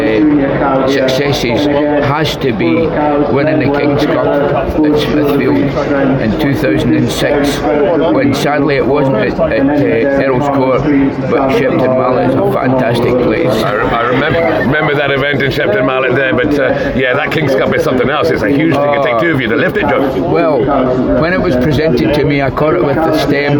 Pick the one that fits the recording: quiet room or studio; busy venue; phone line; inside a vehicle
busy venue